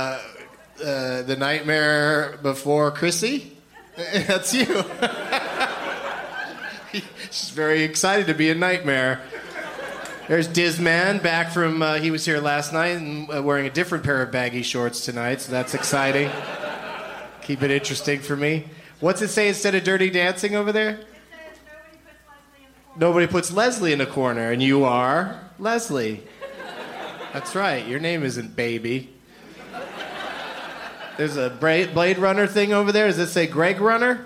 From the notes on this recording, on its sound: Live from the Improv in Tempe, AZ